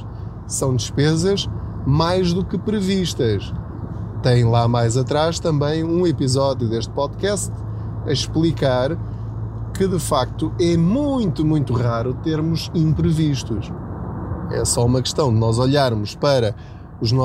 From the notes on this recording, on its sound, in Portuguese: Aproveite a minha boleia. Não ligue aos barulhos da viagem.